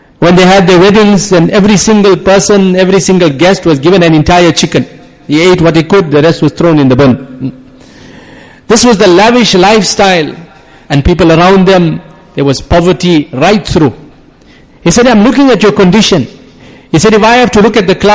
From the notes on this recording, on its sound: Jumuah lecture